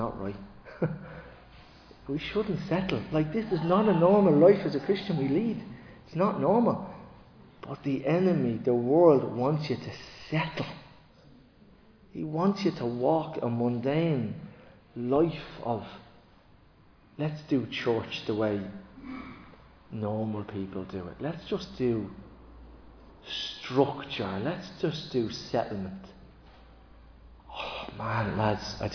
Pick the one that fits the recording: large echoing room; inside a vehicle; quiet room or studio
large echoing room